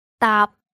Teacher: When you say 搭, remember that it ends with a glottal P, so the ending sounds just like the English word tap.